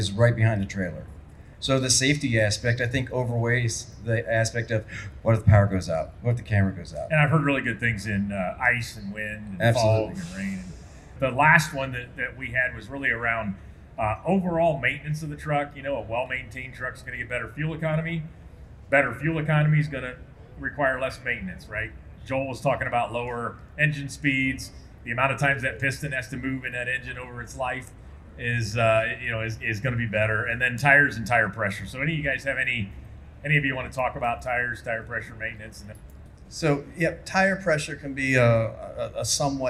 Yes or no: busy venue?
yes